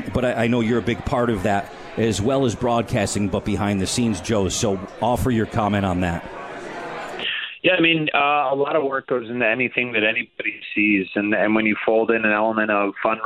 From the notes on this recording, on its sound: live from The 72 Tavern